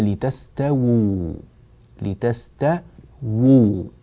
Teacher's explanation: الواو الأولى مضمومة والواو الثانية ساكنة، وهذه الواو الساكنة ماذا؟ مدية، تمد بمقدار حركتين